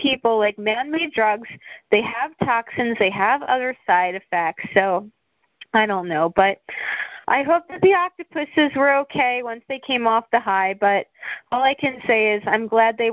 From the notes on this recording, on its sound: This episode is the audio of a conference call over the phone that was recorded some time in August 2018.